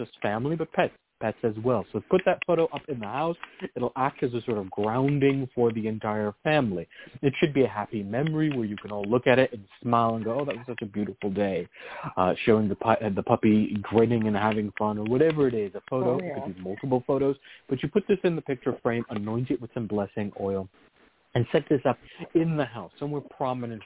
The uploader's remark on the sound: a real, live call-in show